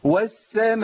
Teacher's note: نبص نلاقي فيه ترعيد لحرف المد